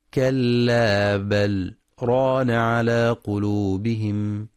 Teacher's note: يراعى في رواية حفص الإتيان بسكتة لطيفة على اللام دون تنفس: كلا بل ران على قلوبهم.